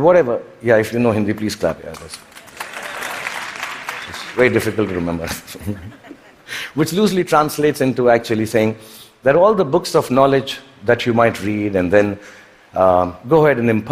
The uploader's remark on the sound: TED Talk at the Vancouver TED Conference in 2017.